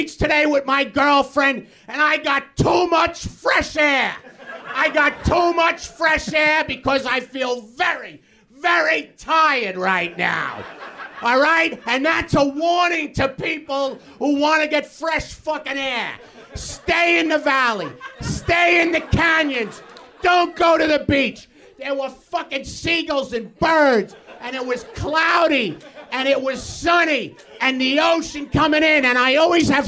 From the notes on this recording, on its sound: Live from UCB Los Angeles, it's Ladies Night. The WTF live stage.